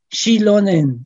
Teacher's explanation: Shilonen, el acento en la antepenúltima